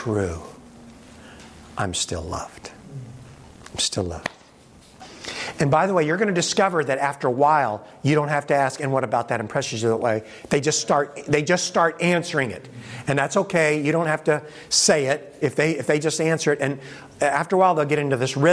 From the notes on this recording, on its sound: In this presentation from the 2023 Propel Conference